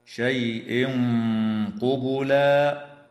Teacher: ويخفى التنوين عند القاف مع الغنة مفخمة